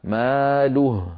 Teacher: فإذا وقفنا نقف بهاء ساكنة